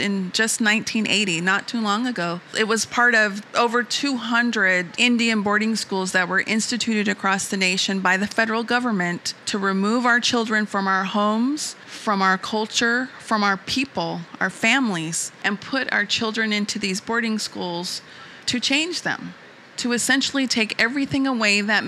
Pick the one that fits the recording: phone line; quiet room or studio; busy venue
busy venue